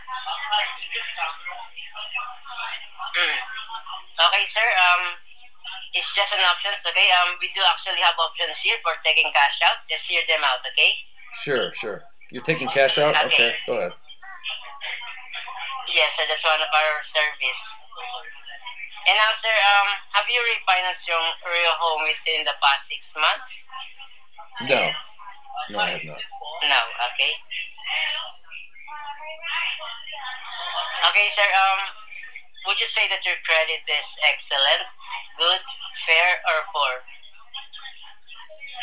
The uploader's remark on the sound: Recorded Phone Call from Unwanted Solicitor "Mortgage Company". This company kept calling tonight, so I decided to record them as well and see what it is they were offering.